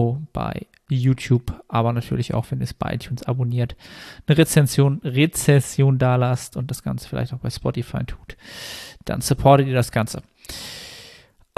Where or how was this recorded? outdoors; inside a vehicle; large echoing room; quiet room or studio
quiet room or studio